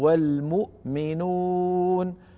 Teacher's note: ضم الشفتين ضم كامل عند الميم · Term: الضمة الفصيحة